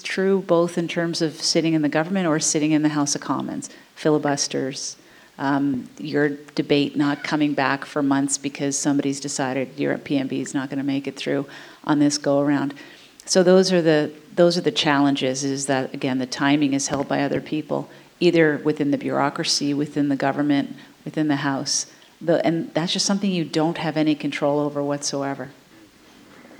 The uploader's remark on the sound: In a candid discussion recorded in front of a live audience at The Royal Cinema in Toronto.